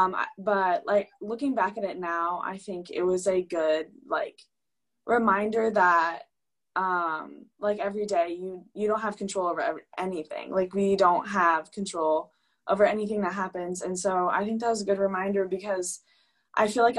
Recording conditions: video call